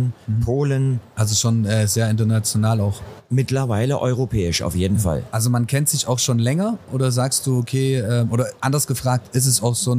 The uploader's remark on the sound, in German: Live von der Modell - Hobby - Spiel auf der Leipziger Messe. Waren wir mit unserem mobilen Airstream Studio zu Gast auf der Modell-Hobby-Spiel Messe in Leipzig und haben vor Ort verschiedene Podcast Episoden für unseren Sachsenlotto Podcast Channel produziert.